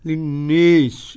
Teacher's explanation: لفظ الناس بالجر كده قرأه دوري أبي عمرو بالإمالة. للناس إمالة كبرى.